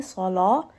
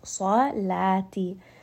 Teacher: Now both of them have become heavy. So sad is heavy, lam is light. · Shown in: second take